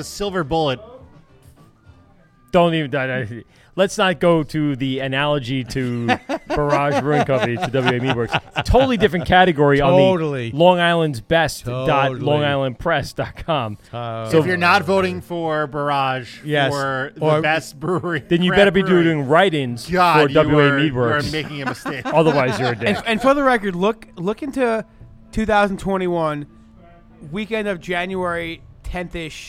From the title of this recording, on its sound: LIVE at Hopsscotch Bottle Shop